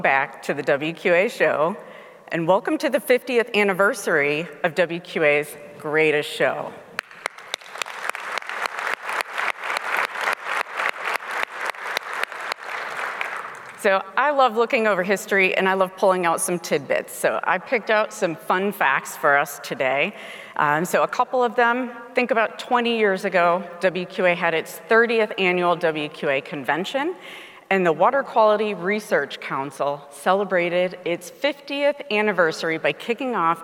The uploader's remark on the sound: speaking at the Keynote Session of the WQA Convention & Exposition in Las Vegas